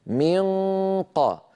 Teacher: لأن جذر اللسان أو أقصى اللسان قد أقفل المخرج تماما بالتصاقه على الحنك اللحمي، بينما الصوت يتابع طريقه صعودا إلى الخيشوم ويمر عبر فتحتي الأنف · Term: النون المخفى